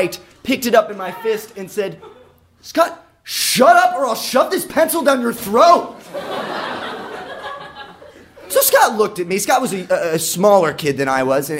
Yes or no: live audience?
yes